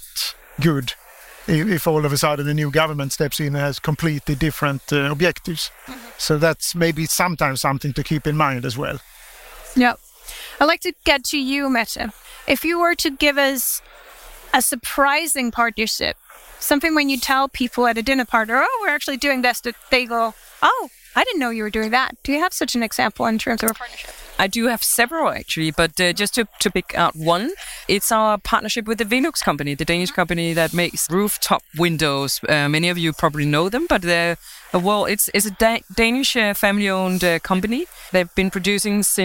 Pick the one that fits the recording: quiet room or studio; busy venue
busy venue